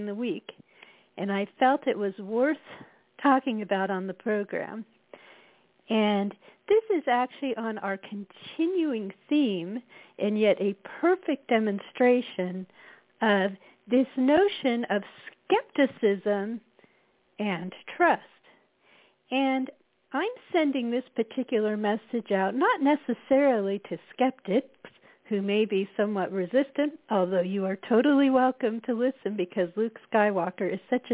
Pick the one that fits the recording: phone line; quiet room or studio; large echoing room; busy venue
phone line